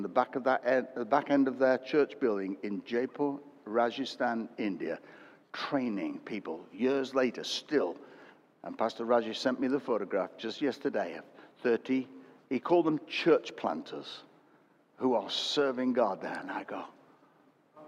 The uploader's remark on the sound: Recorded at Destiny Christian Church, UK, WF1 4AF.